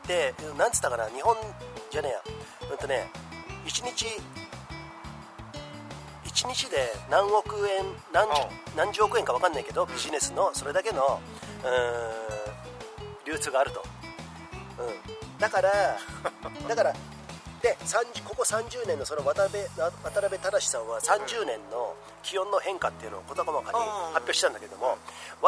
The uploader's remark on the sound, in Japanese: 今回は雑音・雑談ひどいので。